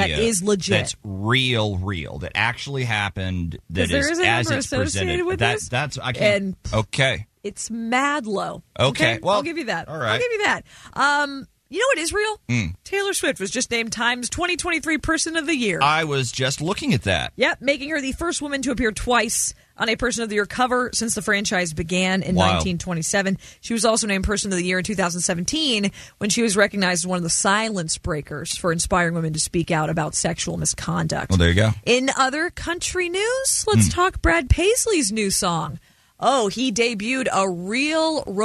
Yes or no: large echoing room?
no